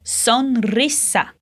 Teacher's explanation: Cada letra tem um som bem separado da outra e o S não vai ter som de Z.